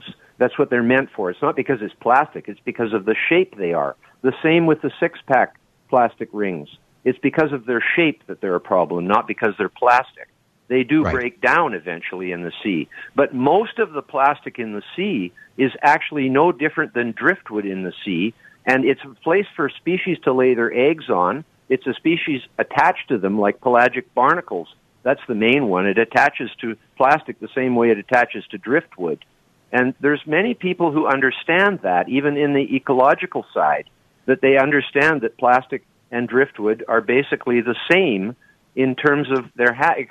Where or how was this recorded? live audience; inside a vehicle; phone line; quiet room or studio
phone line